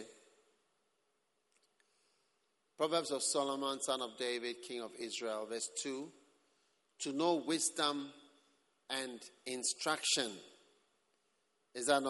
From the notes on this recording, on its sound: Preached at the Prophetic Encounter Service.